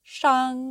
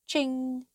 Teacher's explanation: Tone 1 is a steady high pitch, reminiscent of the sound of music.